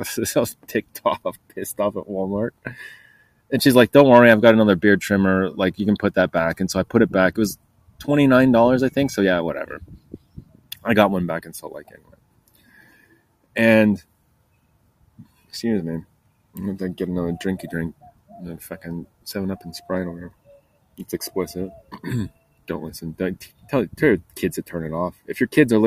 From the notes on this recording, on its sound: Recording Live Outside ANTS.